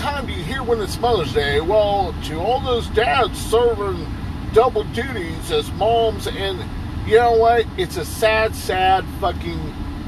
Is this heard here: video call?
no